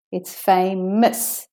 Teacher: So it's not famous, it's famous. The OUS is de-stressed. It's the schwa vowel.